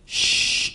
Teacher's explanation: أدى أن الصوت جزء منه اصطدم وارتد ورجع لورا إلى الفم. هو انتشار صوت الشين من مخرجه حتى يصطدم بالصفحة الداخلية للأسنان العليا والسفلى · Term: التفشي